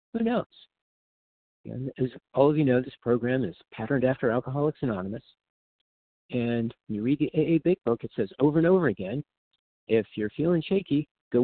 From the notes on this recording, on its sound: from the 100 Pounders Phone Meeting, 10/6/23.